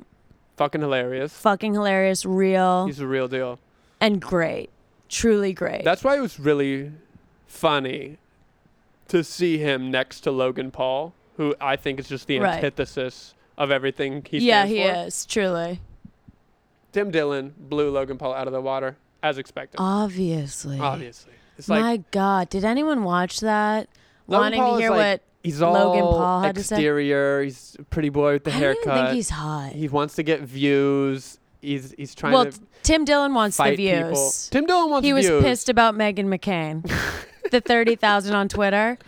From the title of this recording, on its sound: Live From The Fire Escape